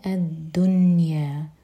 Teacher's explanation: حیاتنا الدنیا، جب بھی ہم یہ ورڈ پڑھیں الدنیا تو میک شور کہ نون پر دیکھیں سکون ہے، نون پر اظہار ہوگا، نون پر قلقلہ نہیں کریں گے اور نہ ہی کسرہ کا ساؤنڈ دیں گے. یہ ہے الدنیا، دنیا نہیں دنیا.